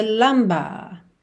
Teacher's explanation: que ele canta sem enrolar o R